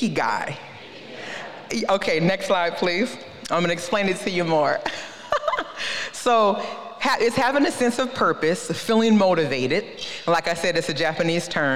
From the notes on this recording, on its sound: This episode is a session release from Ignite ‘22, an Ignite Christian Business Conference.